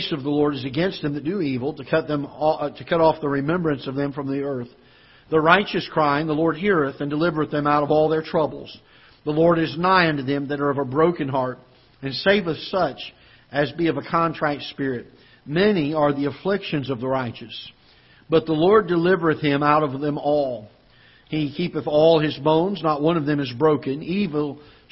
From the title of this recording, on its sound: Ketha Heights Baptist Church ~ Live Broadcast